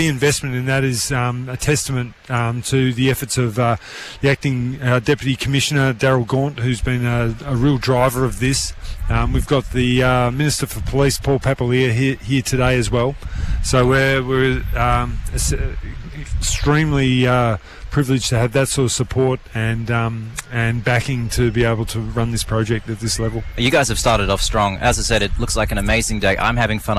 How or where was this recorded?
outdoors